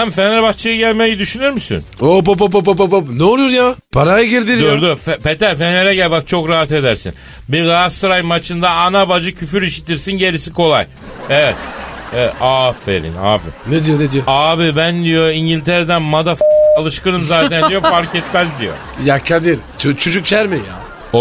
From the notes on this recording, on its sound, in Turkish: Hollywood yıldızı ile telefon görüşmesi